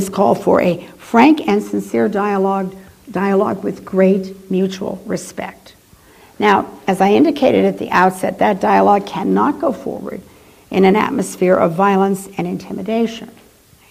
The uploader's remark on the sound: She delivered this lecture on April , 2008 at the University of Chicago's Swift Hall.